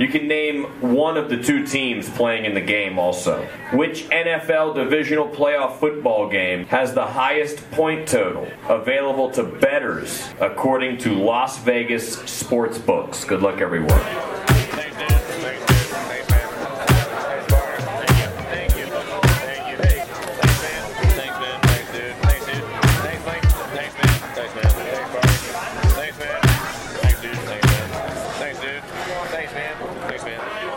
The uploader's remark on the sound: Recording from game at Brickside Bar and Grille, Bridgeport WV, Jan 9, 2021.